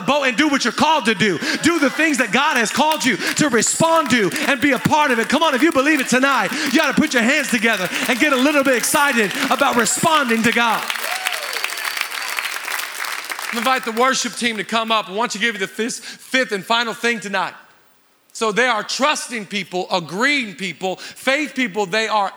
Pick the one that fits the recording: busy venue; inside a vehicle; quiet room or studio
busy venue